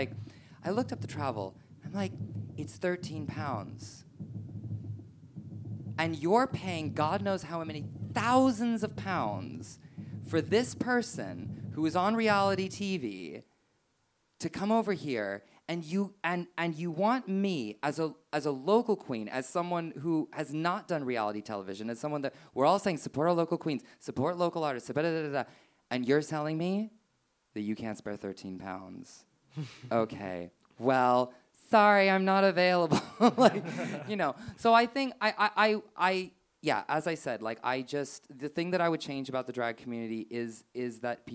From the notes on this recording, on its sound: Full performance and interview recorded live at Above The Stag Theatre.